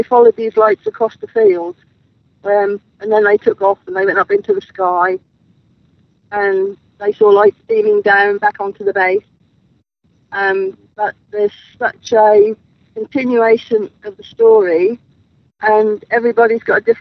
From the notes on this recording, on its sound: live from Rendlesham forest